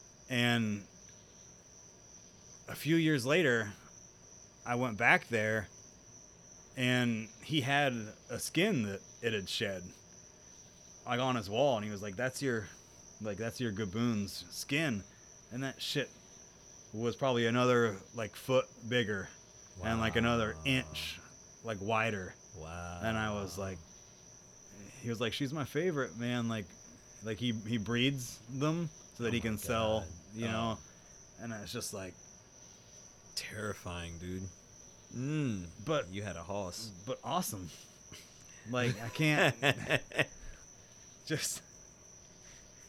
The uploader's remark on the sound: recorded outside in South Carolina, during the rain, alongside all the frogs and insects.